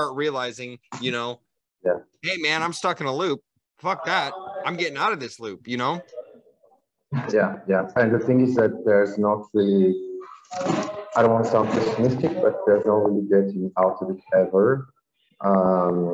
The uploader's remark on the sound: I apologize for the rough audio on this episode, i cleaned it up as much as i could.